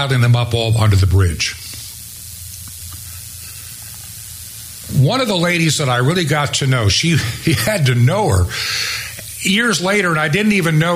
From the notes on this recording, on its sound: preached at Trinity Chapel in Seven Mile Ford (Marion) Virginia